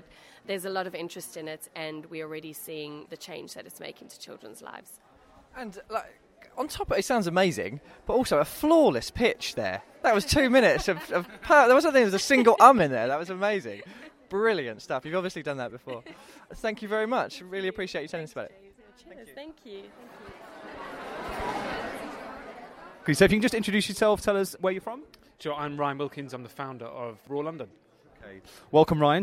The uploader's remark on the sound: Live from IFC 2019